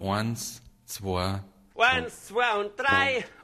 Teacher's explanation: hört man, dass das Eins nasaliert ist und durch die Nase gesprochen